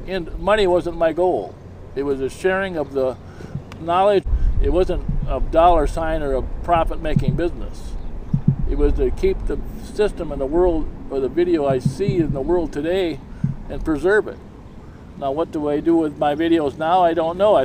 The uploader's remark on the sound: talk while driving around downtown